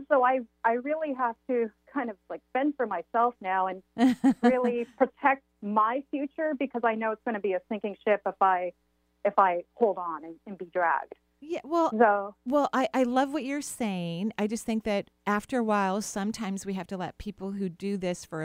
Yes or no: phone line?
yes